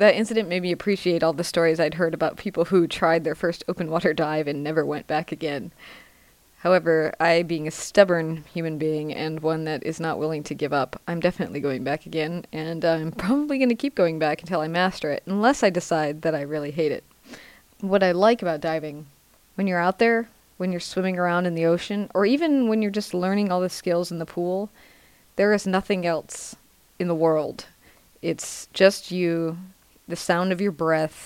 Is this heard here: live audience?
no